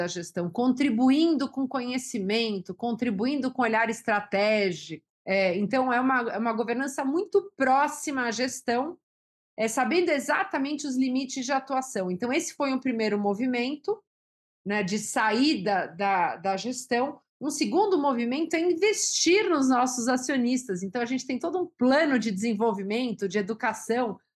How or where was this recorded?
video call